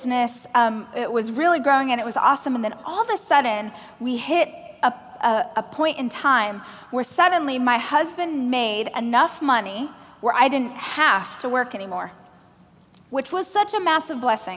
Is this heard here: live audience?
yes